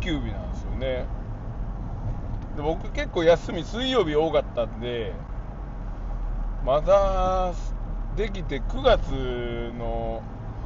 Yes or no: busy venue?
no